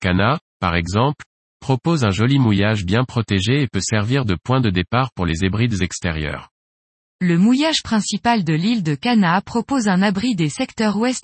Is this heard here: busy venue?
no